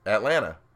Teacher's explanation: Okay, so you're not pronouncing the, the T, T Atlanta.